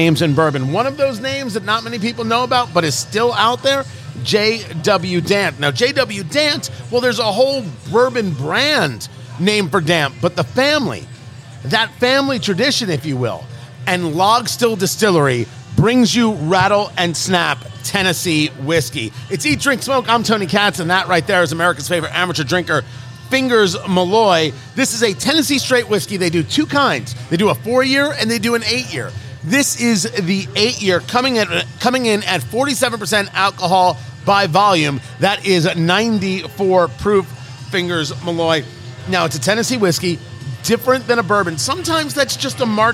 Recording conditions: busy venue